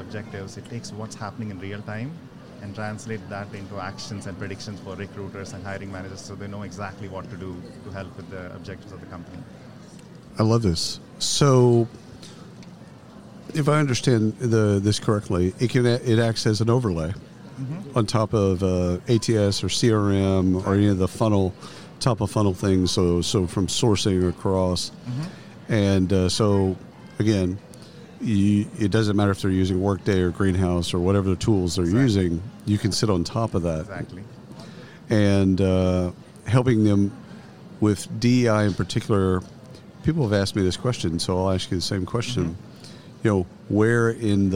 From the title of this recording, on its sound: Live from SHRM 2022